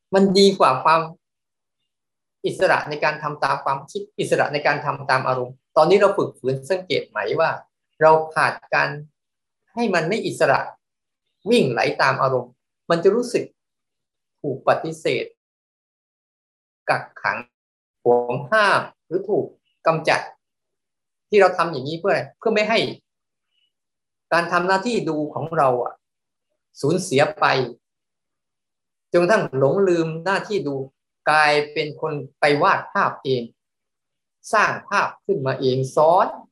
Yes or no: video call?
yes